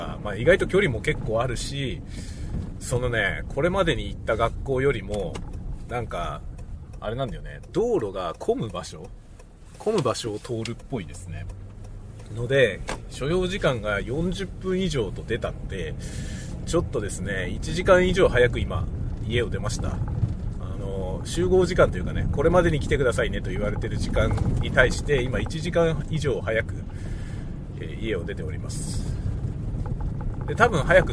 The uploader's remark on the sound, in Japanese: 仕事の移動でのドライブ中に収録したドライブ雑談です。使用マイク：TASCAM X6。